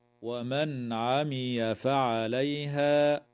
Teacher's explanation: تظهر النون الساكنة عند العين